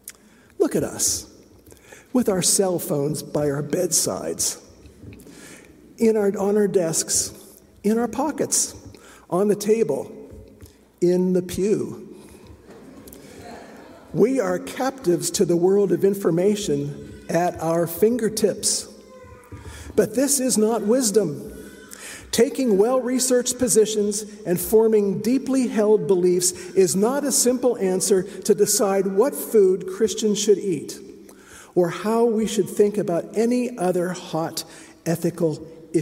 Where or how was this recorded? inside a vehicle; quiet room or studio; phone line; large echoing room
large echoing room